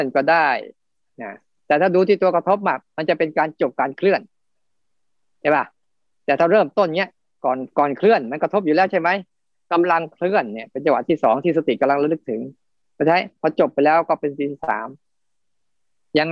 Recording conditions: video call